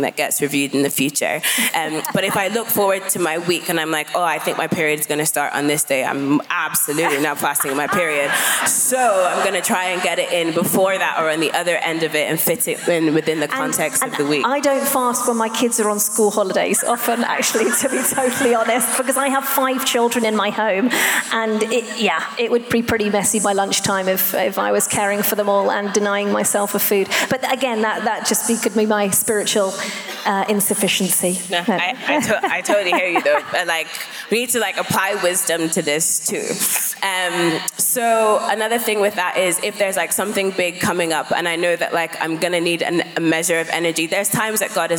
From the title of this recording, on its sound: Live at The Orchard Conference 2022